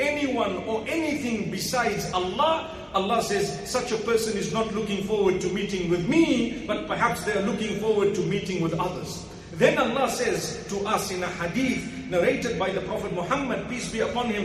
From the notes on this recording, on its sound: Jumuah Lecture 1 Nov 2019 Masjid Al Falaah Harare, Zimbabwe